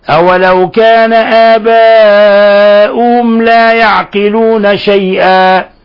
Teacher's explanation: أولو كان آباؤهم لا، أولو كان آباؤهم لا يعقلون شيئا، فهنا ميم ساكنة جاء بعدها حرف اللام أو اللام أليف، فالحكم التجويدي إظهار شفوي، بمعنى أن نلفظ بالميم الساكنة مظهرة مبينة، ولا نضغط عليها ولا نخفيها